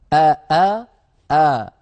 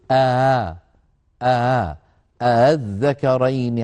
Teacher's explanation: لا يجعل الوترين ينقفلان تمام الانقفال · Shown in: second take · Term: تسهيل الهمزة